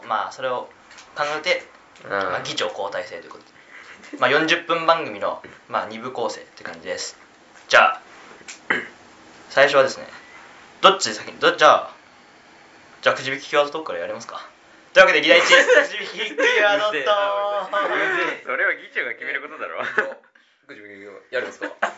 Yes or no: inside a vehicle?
no